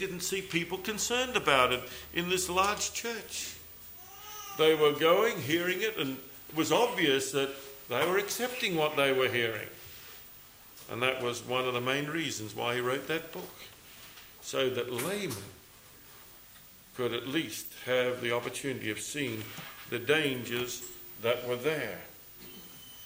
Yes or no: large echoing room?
yes